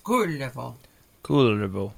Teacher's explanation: Notice this being Finnish, that you have the accent on the first syllable.